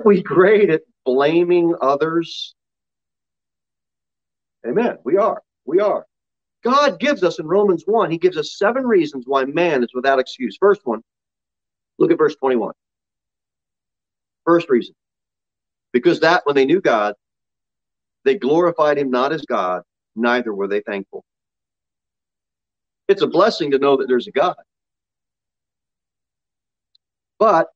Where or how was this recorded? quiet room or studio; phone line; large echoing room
large echoing room